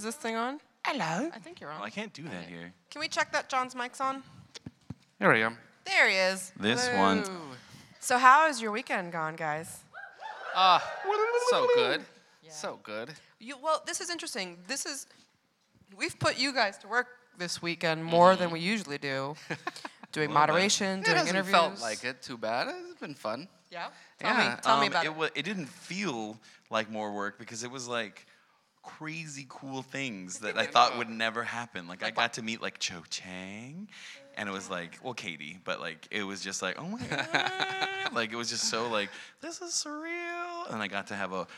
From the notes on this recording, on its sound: Our live PotterCast from LeakyCon 2017! We recount the amazing weekend we had in Dublin hanging with hundreds of Harry Potter fans.